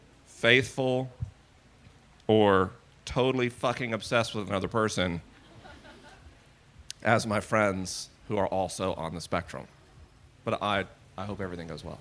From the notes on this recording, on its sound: This is a live episode recorded at the Wild Goose Festival 2019.